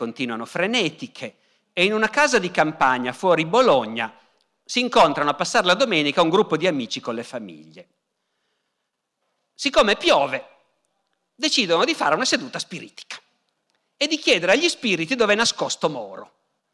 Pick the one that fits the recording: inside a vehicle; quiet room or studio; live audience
live audience